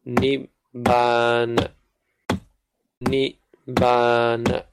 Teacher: The ni is long, the ba is long, and the na is short.